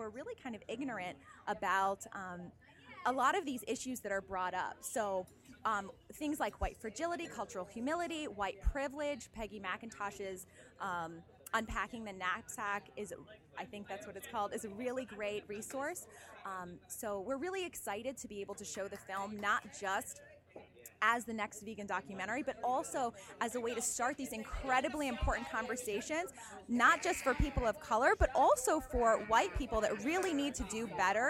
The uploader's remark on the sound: We even recorded the Q&amp;A session after the screening. VFCT captured rich insight from those who organized and attended the event. We even recorded the Q&A session after the screening.